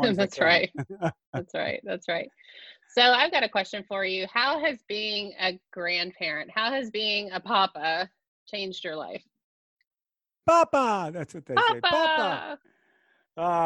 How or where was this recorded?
video call